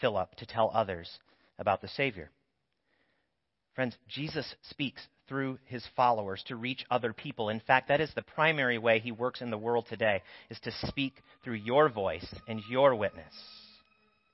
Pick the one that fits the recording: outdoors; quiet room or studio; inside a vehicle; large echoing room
large echoing room